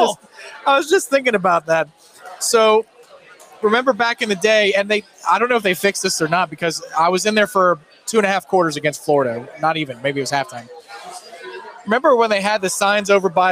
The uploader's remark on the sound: LIVE from the Harry Buffalo in Orlando!